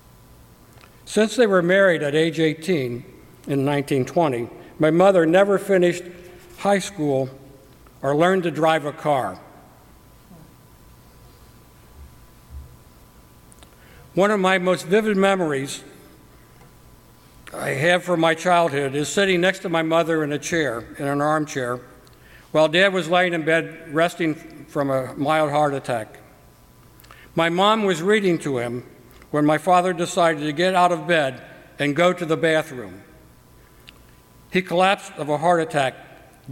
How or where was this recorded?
large echoing room